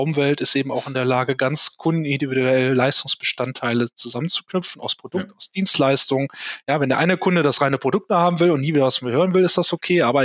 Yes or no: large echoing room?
no